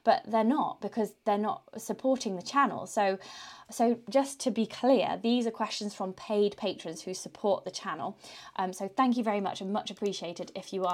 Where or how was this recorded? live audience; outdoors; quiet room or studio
quiet room or studio